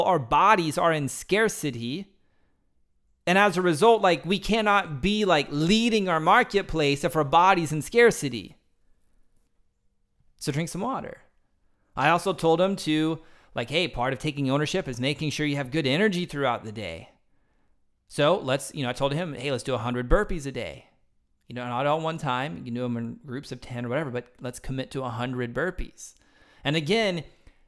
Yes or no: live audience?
no